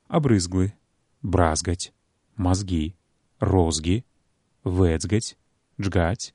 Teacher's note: вибухні гуки «г» і «г» вимовляються у кореньових сполученнях «зг», «зг», «цг» і «джг»